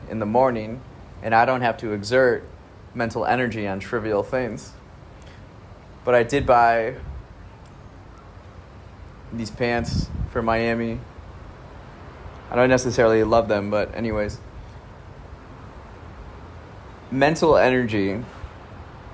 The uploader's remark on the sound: Recorded on the beach in Surfside, Florida on Earth Day.